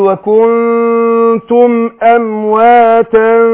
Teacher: وكن لإخفاء النون ساكنة بعدها التاء فبخفي النون عند التاء بس مع الغنة حركتين